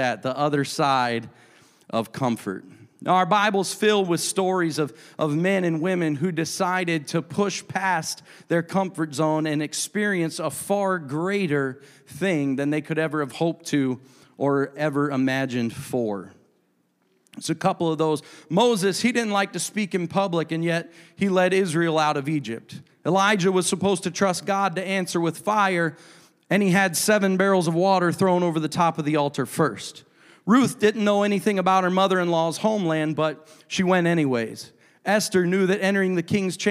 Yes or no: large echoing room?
yes